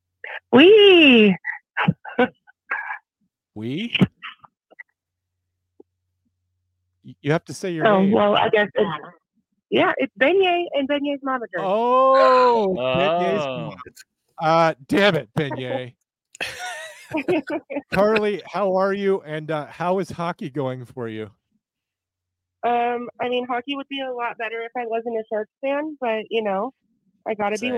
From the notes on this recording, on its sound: Live Call Ins. Joining the show via phone.